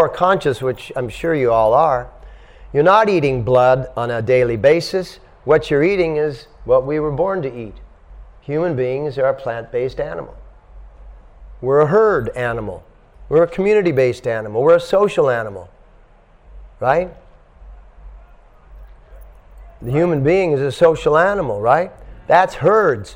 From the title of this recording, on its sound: At The Dharma Temple – Vancouver | Lecture 1